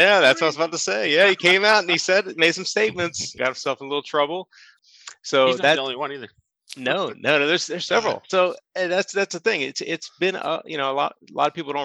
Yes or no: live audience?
no